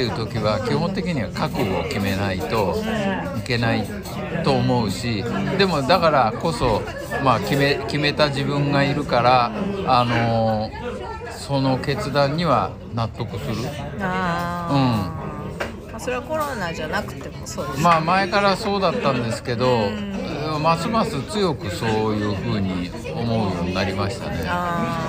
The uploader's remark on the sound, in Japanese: 2021年末に行われたOPROクリスマスイルミネーションラン後の忘年会での録音です